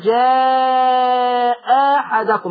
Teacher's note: لينا وجه تاني ان احنا نبدل الهمزه الثانيه الف بس الالف دي تتمد كام حركتين لان بعدها الحاء متحركه. لو كان بعد الهمزه الثانيه اللي هجيبها الف دي ساكن كنت مديت سته.